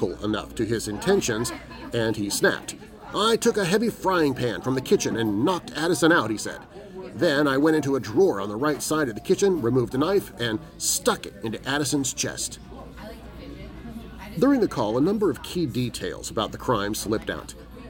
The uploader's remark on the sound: Recording live at Visually Odd Con 2022!